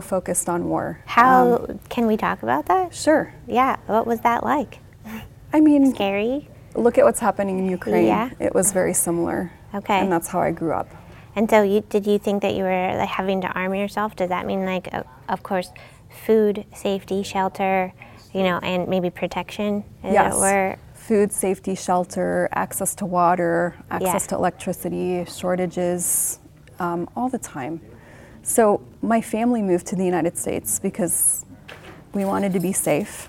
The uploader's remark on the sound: recorded at HIMSS22